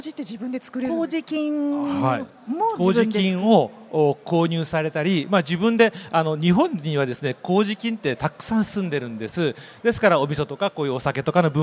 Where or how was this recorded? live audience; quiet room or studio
live audience